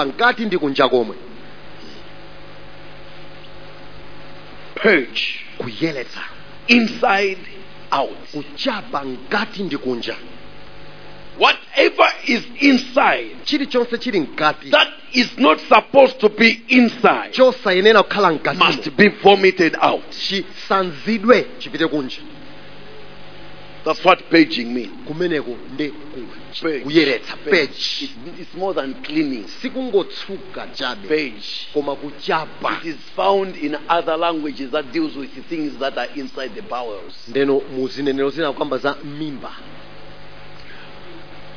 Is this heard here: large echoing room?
yes